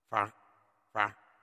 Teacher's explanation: 嗯的前面的元音，鼻化，同时呢，加上卷舌动作